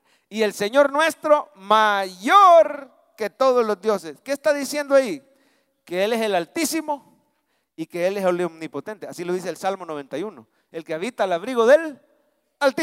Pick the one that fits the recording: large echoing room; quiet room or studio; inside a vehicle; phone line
large echoing room